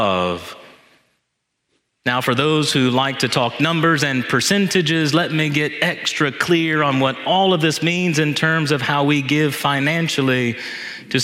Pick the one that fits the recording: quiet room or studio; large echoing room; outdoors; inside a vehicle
large echoing room